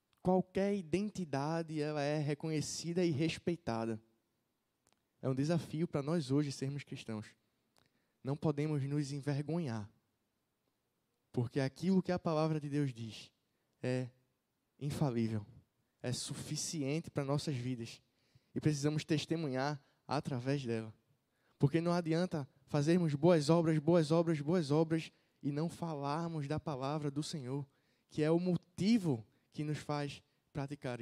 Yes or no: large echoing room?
yes